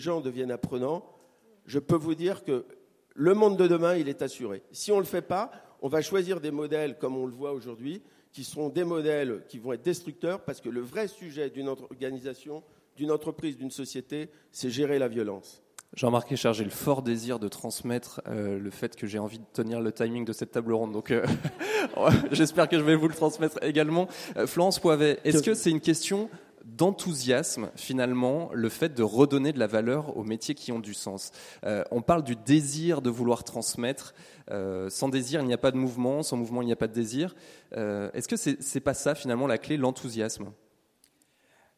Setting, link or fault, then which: setting, busy venue